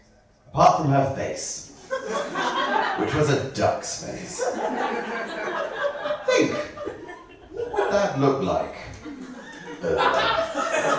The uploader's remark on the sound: The third of three live recordings from our Tragic Heroes live event which took place at the Hackney Attic on the 21st February 2014.